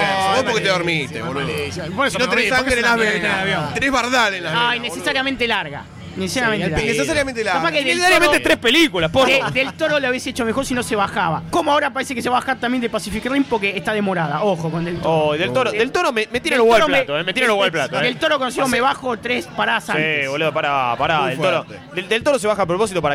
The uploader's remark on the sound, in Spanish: Mesa redonda grabada en la Popcon 2015.